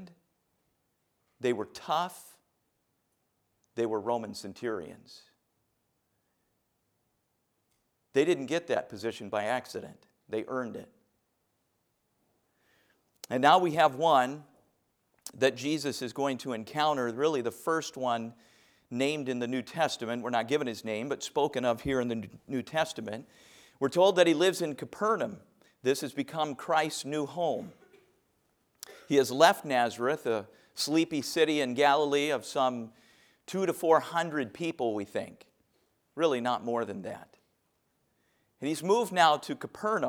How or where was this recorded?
large echoing room